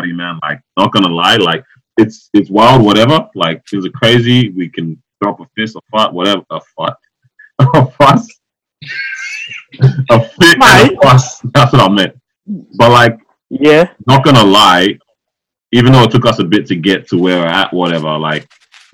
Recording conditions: phone line